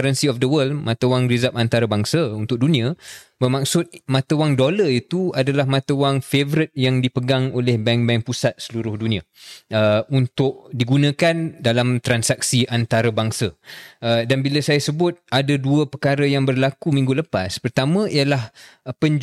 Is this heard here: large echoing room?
no